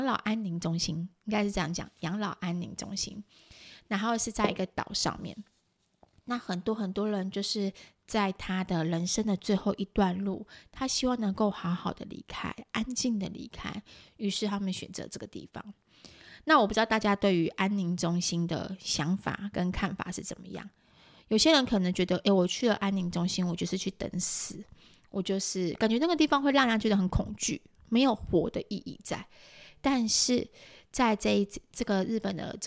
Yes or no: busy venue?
no